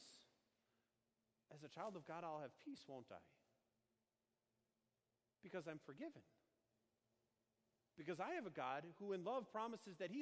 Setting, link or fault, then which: setting, large echoing room